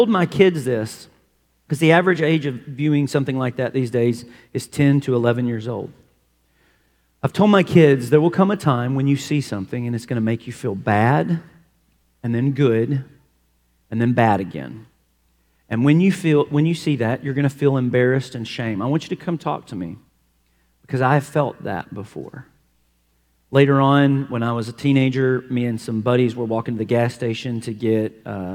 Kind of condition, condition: setting, large echoing room